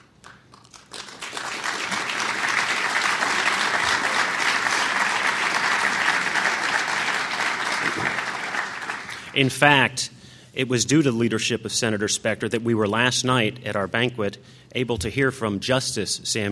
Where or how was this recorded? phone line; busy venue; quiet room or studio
busy venue